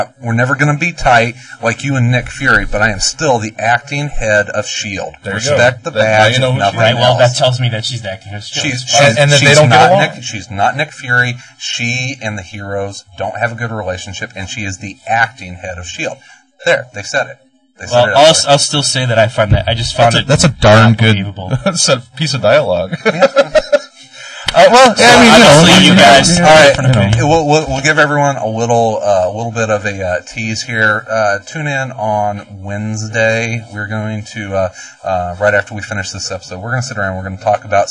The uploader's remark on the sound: Around Comics begins recording at their new home Dark Tower Comics!